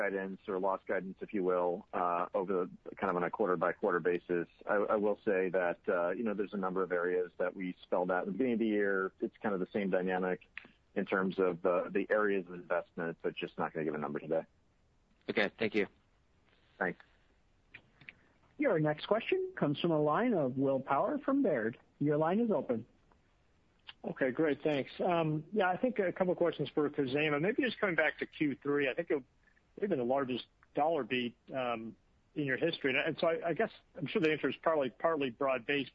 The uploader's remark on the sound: Earnings Conference Call